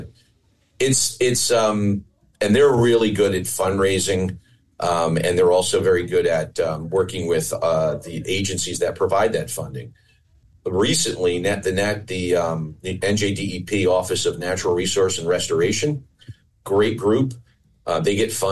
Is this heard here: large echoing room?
no